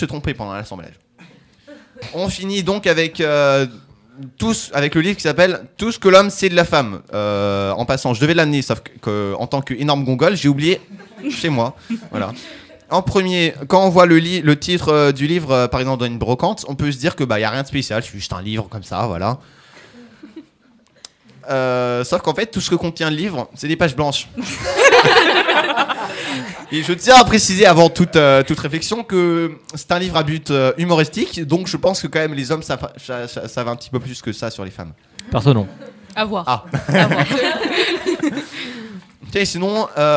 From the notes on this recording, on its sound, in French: Au menu de ce Grand Buffet enregistré en public (merci l’IND).